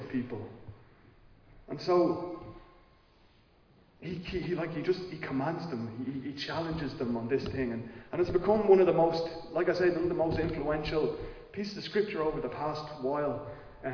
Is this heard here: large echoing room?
yes